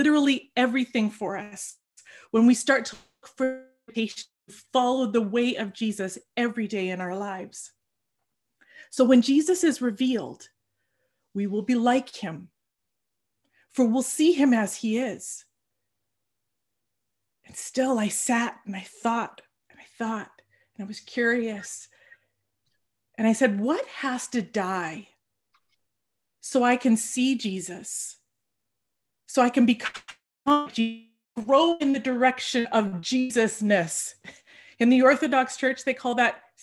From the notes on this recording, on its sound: For our zoom gathering this week